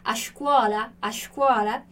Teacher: no sul, esse chiado, meio parecido com o sotaque carioca, ele é ainda mais presente